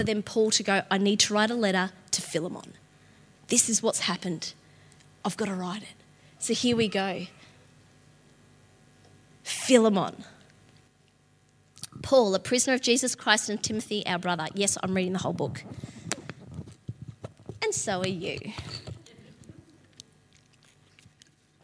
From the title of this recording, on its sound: LIVE at Echo Church